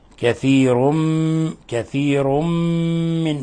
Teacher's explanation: والملاحظ إطباق الشفتين والغنة من الخشوم · Term: إضغام بغنة